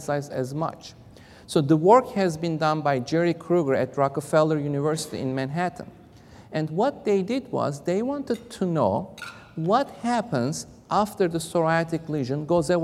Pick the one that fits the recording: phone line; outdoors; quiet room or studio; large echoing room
large echoing room